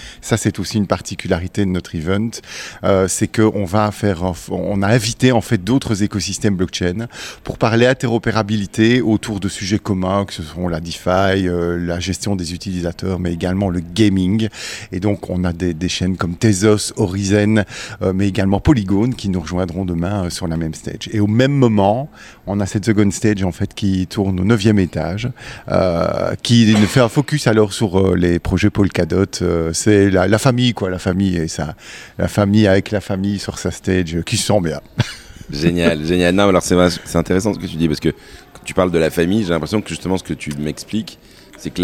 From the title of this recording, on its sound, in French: en direct du Parisdot.com (Polkadot)